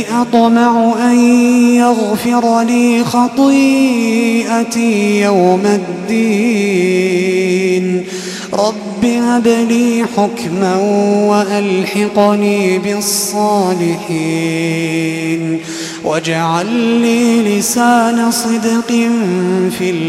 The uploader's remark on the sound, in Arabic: تسجيلات من صلاة التراويح لشهر رمضان عام 2016.